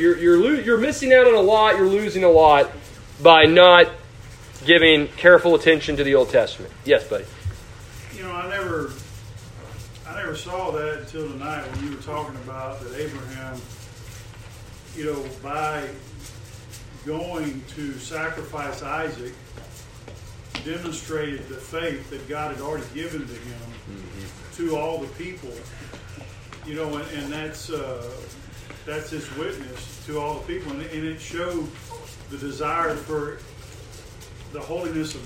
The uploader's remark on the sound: A sermon preached to the youth of First Baptist Church-Edna.